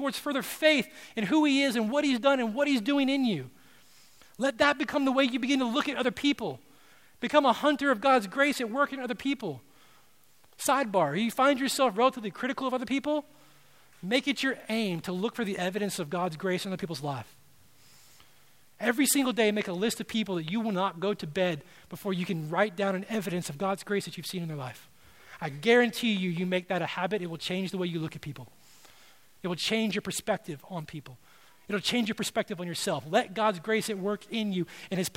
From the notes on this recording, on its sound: at Redemption Hill Church on Sunday, March 4th, 2012